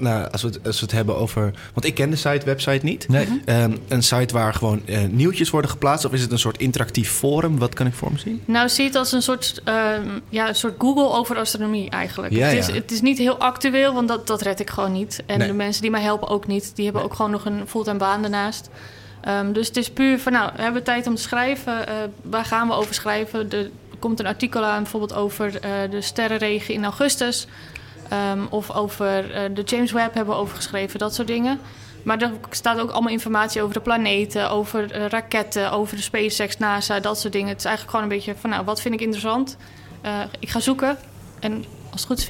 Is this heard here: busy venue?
yes